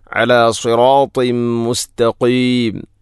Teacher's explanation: തൻവീനു ശേഷം മീം വന്നാൽ ഇദ്ഗാം കാമിൽ, തൻവീനിനെ മീമിലേക്ക് ഇദ്ഗാം ചെയ്യണം.